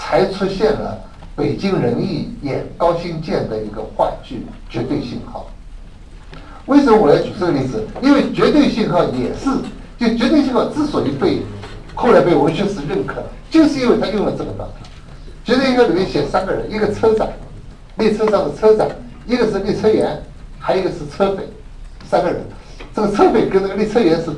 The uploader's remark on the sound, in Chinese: “复兴论坛”是由复旦大学、中国科技大学、同济大学、兴全基金合作的高端学术文化论坛。本音频是由“复兴论坛”系列讲座录音整理而成。